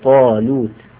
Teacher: الطاء هنا مفخمة فتكون الألف تابعة لها في التفخيم